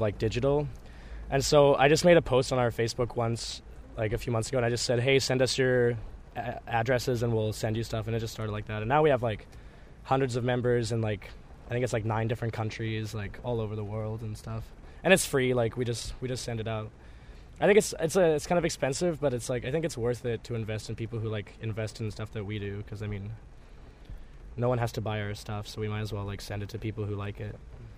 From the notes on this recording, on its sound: outside the Biltmore in their tour van